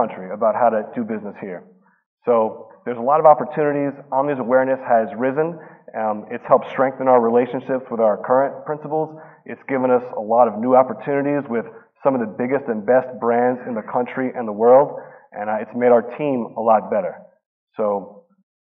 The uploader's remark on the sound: Marcum Food & Beverage Summit. The event was held on September 10th at Convene Conference Center in Manhattan, NY.